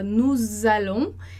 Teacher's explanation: Então, a gente fala nous allons, e esse z que a gente produz entre a ligação de uma palavra e da outra é o que a gente chama, né, de liaison, e é um som que ele aparece na fala, mas ele não aparece na escrita, tá?